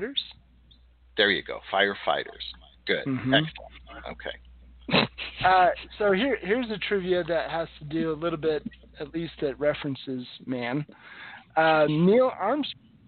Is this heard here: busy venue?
no